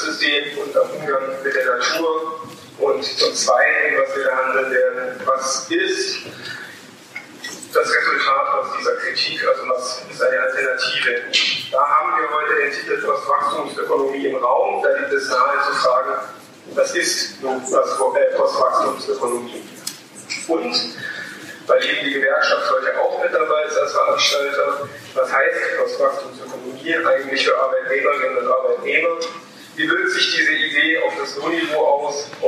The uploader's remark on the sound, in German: Wir dokumentieren hier die Diskussion der DGB Hochschulgruppe. Die schlechte Tonqualität ist zu entschuldigen.